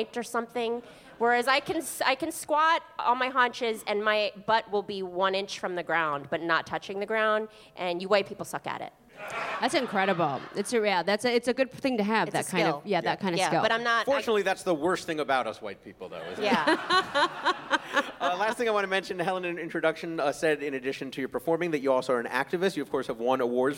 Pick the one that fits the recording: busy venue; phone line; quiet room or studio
busy venue